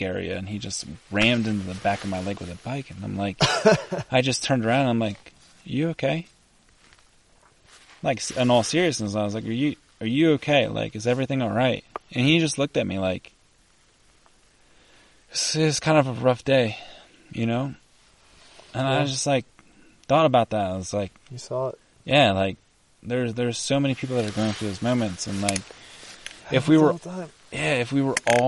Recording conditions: outdoors